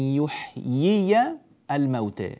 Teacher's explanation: فنأتي بالياء الأولى مكسورة كسرا كاملا ثم نفتح الياء الثانية فتحا جيدا